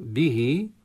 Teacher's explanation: به هاء ضمير وقعت بين متحركين نشبع الحركة فيها حتى يتولد عنها حرف مد، وهو في هذه الحالة الياء المدية.